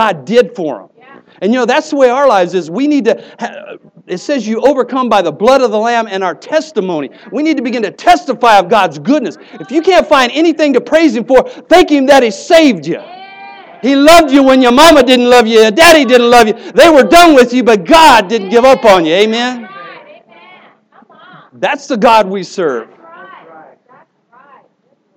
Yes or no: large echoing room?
yes